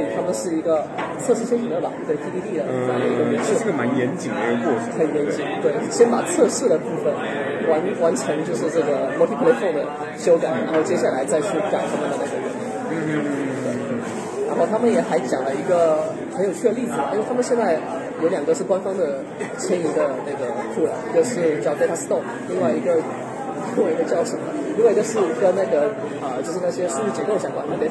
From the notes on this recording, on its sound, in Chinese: 在 KotlinConf’23 现场录播客。就把握机会在现场的 Lounge 区录起了播客。